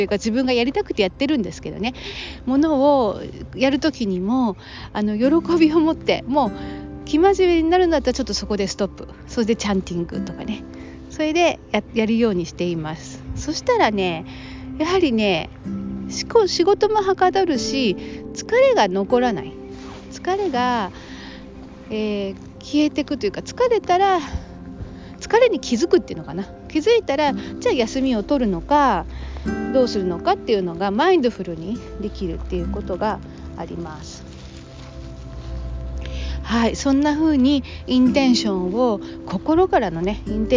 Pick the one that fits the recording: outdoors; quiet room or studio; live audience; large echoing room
outdoors